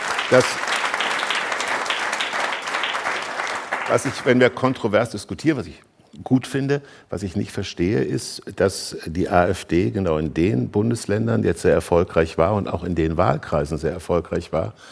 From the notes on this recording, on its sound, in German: In der dortigen Ritterakademie. Vor begeistertem Publikum.